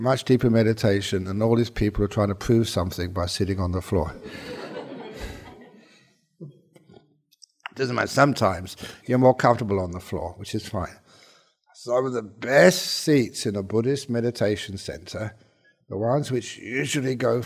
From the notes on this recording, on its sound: This was recorded at the Vesak Retreat Day at BSV on 27 May 2019.